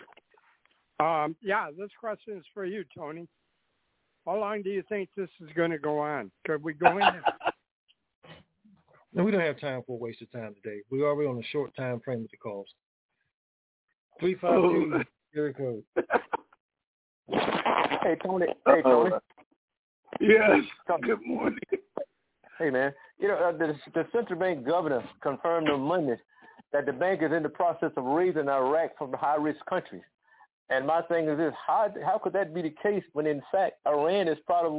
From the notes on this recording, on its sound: TNTSuperfantastic Conference Call.